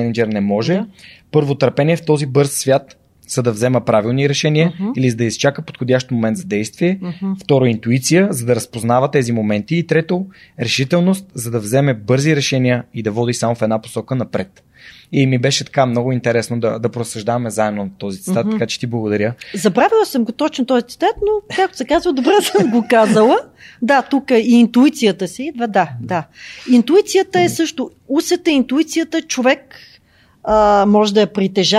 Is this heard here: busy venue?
no